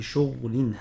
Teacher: قرأ ابن كثير بإسكان الغين في شغل